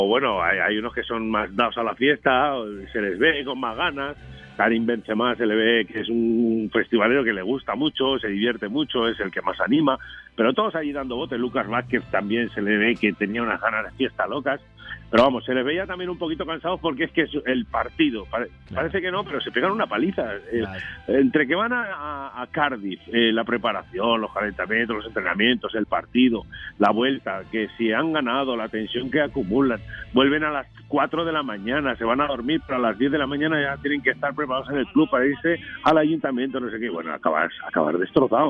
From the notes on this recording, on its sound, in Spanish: entra por teléfono